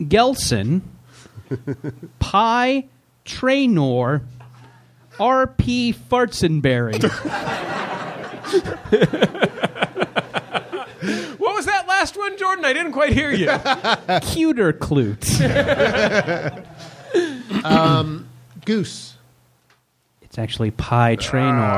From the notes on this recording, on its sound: Recorded live at the Leicester Square Theatre in London.